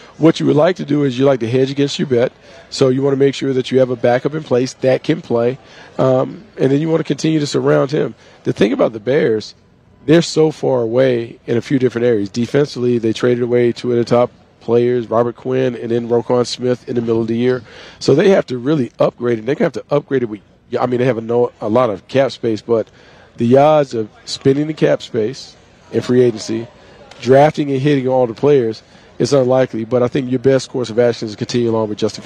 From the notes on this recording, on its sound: from the NFL Combine in Indianapolis, the Draft Show is live